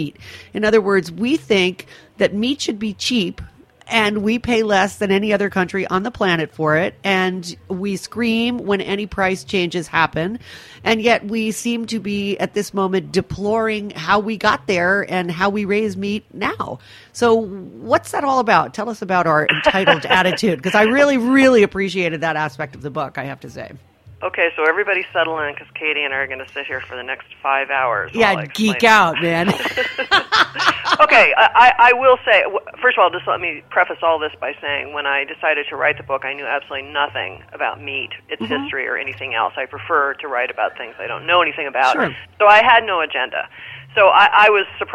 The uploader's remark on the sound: joined via the phone lines